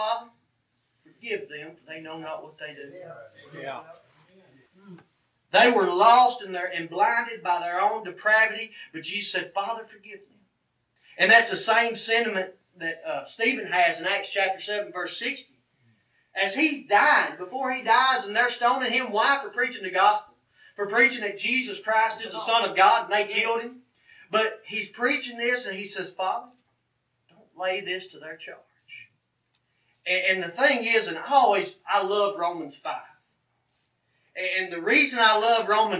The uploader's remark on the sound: This sermon was recorded from the pulpit of Mars Hill Cumberland Presbyterian Church in Pottsville, Arkansas. Fall Revival.